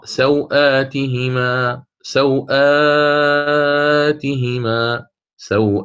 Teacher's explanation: بعدم المد في سو هكذا في اللين المهموس · Term: قصر اللين